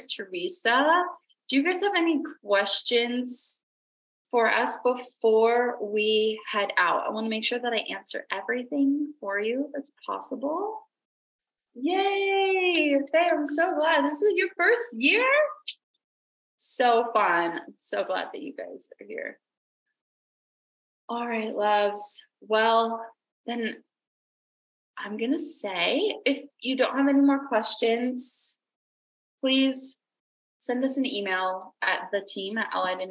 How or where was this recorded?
video call